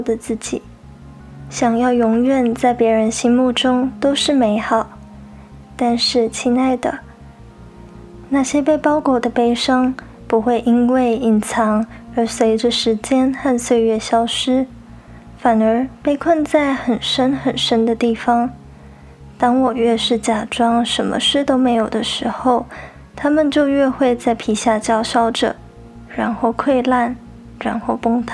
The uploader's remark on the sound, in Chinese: 因為錄音環境的緣故，錄音的品質並沒有太理想，雜音有點多，還請大家多多包容。